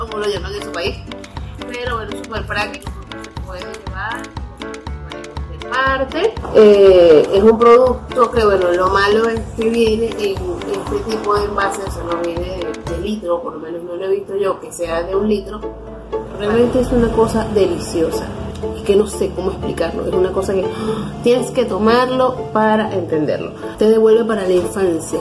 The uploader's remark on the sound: Recorded with: Telephone Motorola E5. Using Wondershare Filmora 9.